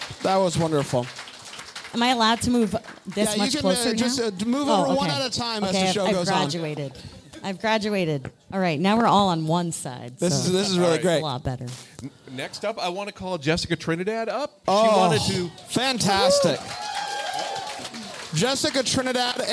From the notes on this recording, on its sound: LIVE FROM BRAMBLE FEST. We recorded a very special Christmas party live at the 2023 Bramble Fest.